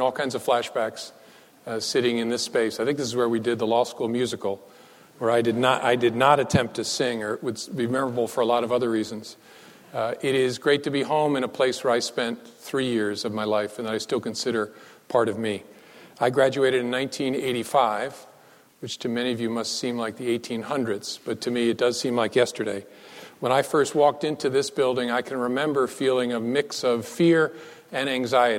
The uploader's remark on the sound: Recorded on October 23, 2015, at the University of Chicago Law School.